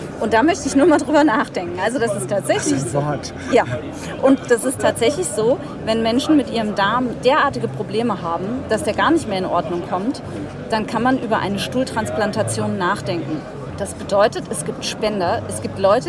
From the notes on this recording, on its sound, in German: live von der Frankfurter Buchmesse!